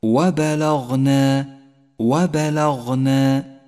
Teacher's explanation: اقرأ كلمة وبلغنا وبلغنا، ولاحظ صفات الترقيق والتفخيم للحروف، فالباء واللام حرفان مرققان، والغين حرف مفخم، والنون بعدها حرف مرقق، تقرأ هكذا: وبلغنا وبلغنا.